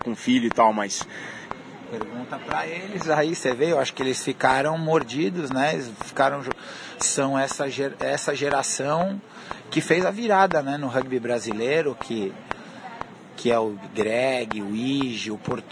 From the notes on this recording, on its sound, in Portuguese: O papo, gravado em um café semanas atrás.